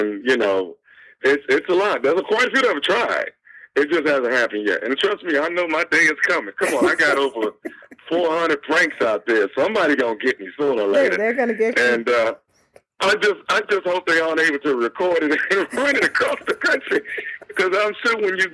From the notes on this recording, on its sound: Phoned in directly from Rome earlier this week to chat about the film.